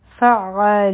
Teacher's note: دلته به ادغام کوو بغیر د غن نه، میم به دوه حرکه راکاږو